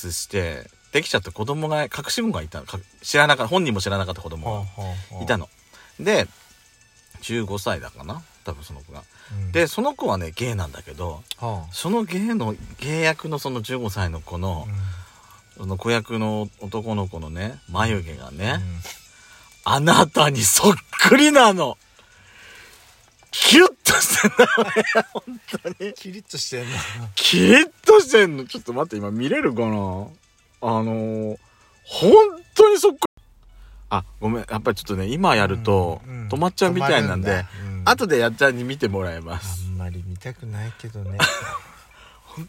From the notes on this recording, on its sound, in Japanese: パーキング収録